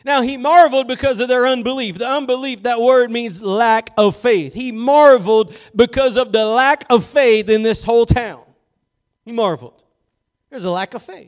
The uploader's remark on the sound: Preached at Gospel Lighthouse in Bossier City, La.